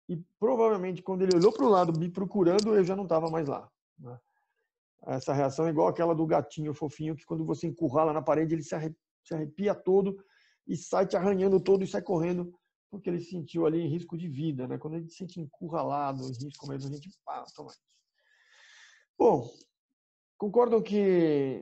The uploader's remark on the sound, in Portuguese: Programa gravado em 28/05/20 via ZOOM.